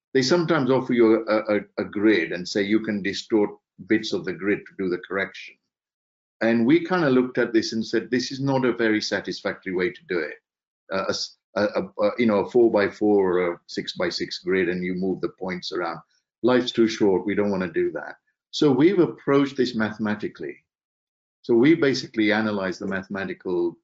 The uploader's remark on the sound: Webinar Recording